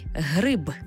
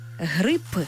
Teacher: Для цього запросімо слово-модель «гриб» з буквою «б». Але якщо ми звук «б» змінимо на глухий «п», вийде зовсім інше слово – «грип», тобто «хвороба».